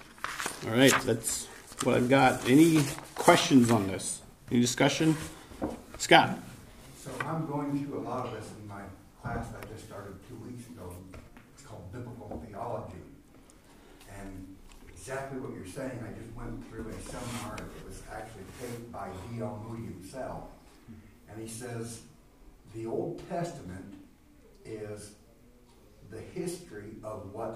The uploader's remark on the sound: This is the recording of the Sunday School class taught by our elders.